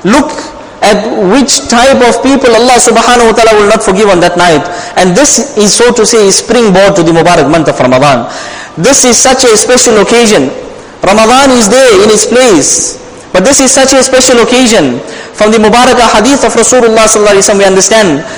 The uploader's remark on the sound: Jumuah lecture